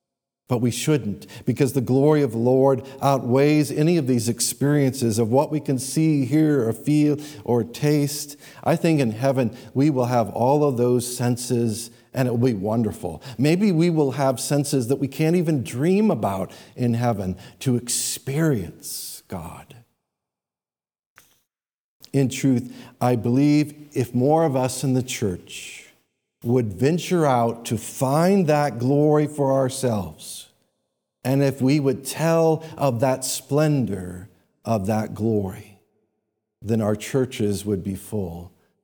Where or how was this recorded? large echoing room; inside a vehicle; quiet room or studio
large echoing room